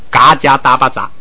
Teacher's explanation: 卡恰塔巴擦有上加字或者有前加字，它就变成不送气